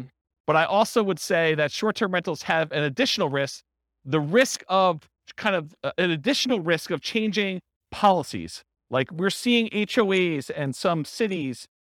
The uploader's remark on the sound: This was a live class recorded